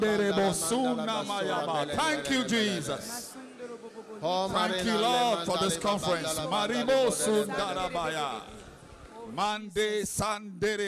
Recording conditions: busy venue